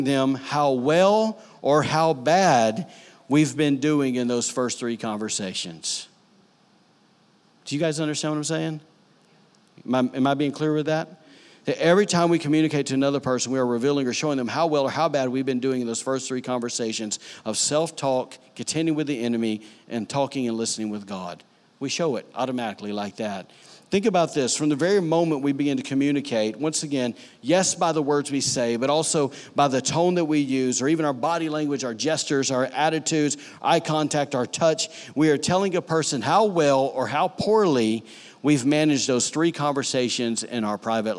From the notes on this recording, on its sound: recorded on Sunday, September 2, 2018, during services at The Anchor Church in Rockport, Maine